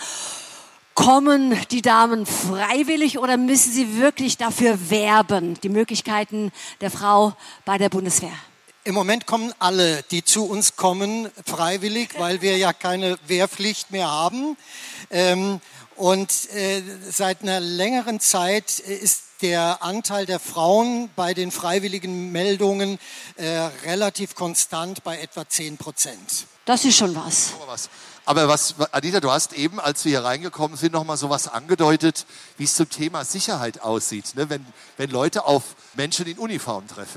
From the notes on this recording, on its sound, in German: Live auf der Hessentagsbühne im Bundeswehrzelt